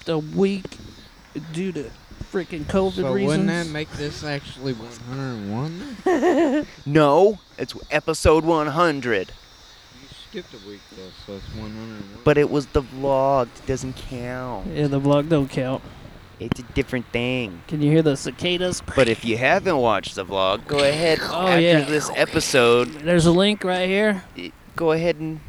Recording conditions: outdoors